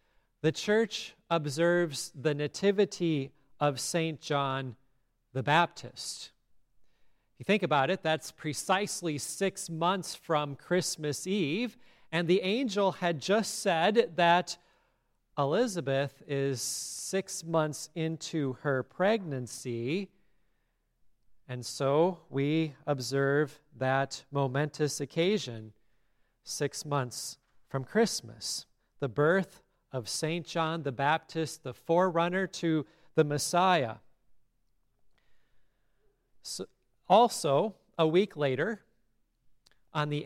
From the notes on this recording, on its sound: Listen to the service at Grace Lutheran Church in Lexington